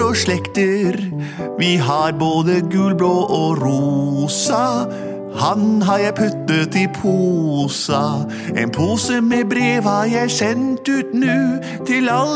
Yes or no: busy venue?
no